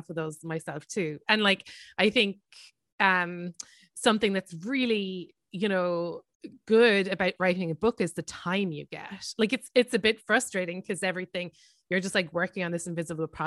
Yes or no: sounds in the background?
no